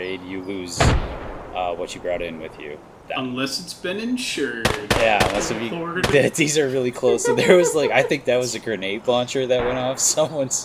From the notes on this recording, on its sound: Ever wanted to have a podcast episode that sounds like it's taking place in a warzone? All while gunshots echo in the distance. Don't mind those rustling bushes either, it's probably nothing.